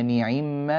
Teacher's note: أيضا من الاختلافات بين قالون وورش في الفرش أن كلمة نعم قرأها ورش هكذا، نعم بكسر النون والعين كسرا كاملا تاما